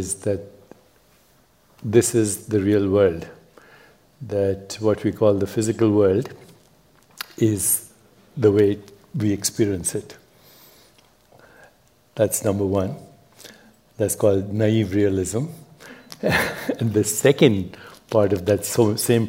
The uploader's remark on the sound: A special recording from our sixth annual revitalize event , which was held in Dove Mountain, Arizona, in June. You could hear a pin drop as the crowd listened attentively to his nuanced take on some of life's biggest questions. This podcast episode is a special recording from our sixth annual revitalize event , which was held in Dove Mountain, Arizona, in June. The insights we learned on the main stage this year were too good not to share.